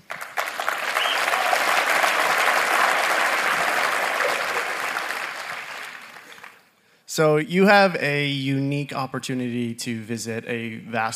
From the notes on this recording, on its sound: On today’s bonus episode from EntreLeadership Summit, we’re featuring a Q&A session. Answer queries from our attendees.